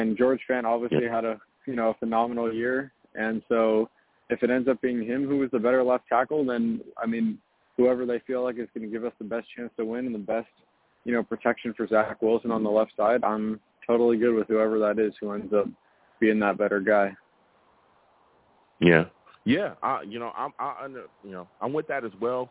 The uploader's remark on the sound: I also take live callers!